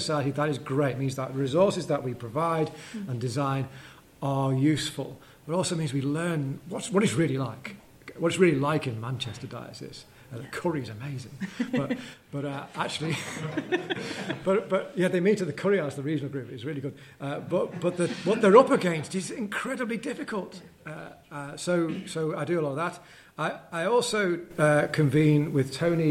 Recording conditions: live audience